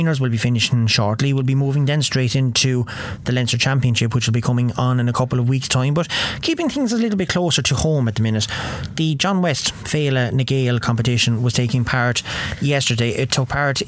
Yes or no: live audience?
no